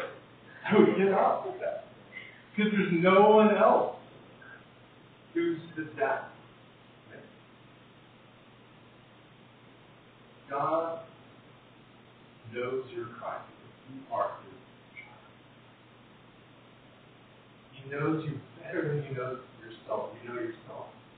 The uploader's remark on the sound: Apologies for the poor audio quality!